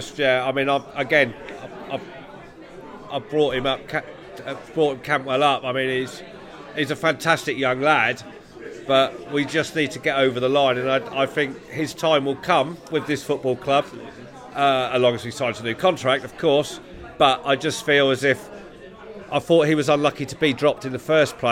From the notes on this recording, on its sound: LIVE from The Woolpack in Norwich.